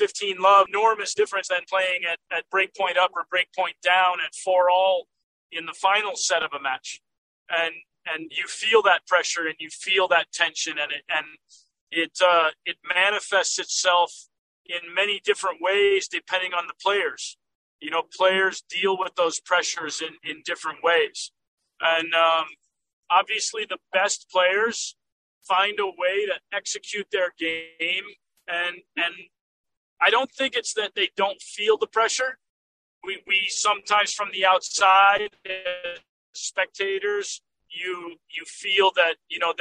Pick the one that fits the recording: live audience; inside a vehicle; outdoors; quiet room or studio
inside a vehicle